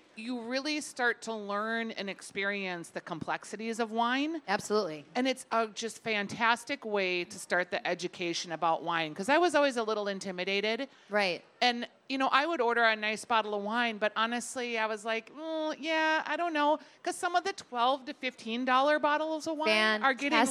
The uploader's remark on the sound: Second Helpings: Talking Wine Live from the KSTP Stage at the Minnesota State Fair.